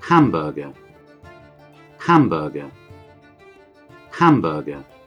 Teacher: la première syllabe était accentuée · Term: syllabe accentuée